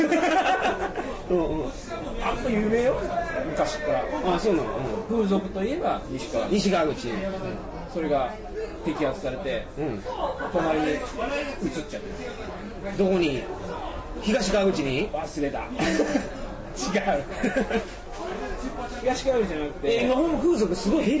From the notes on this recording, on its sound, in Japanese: 新橋の居酒屋で録りました。新橋の居酒屋はとてもやかましい。